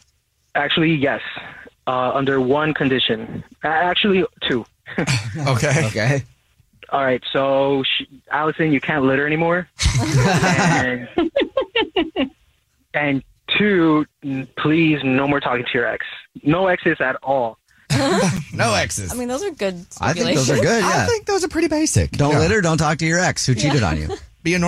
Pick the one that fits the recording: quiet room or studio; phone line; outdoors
phone line